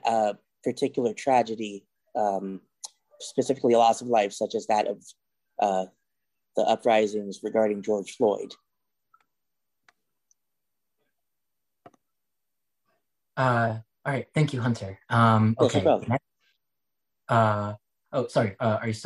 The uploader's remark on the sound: Online Panel Discussion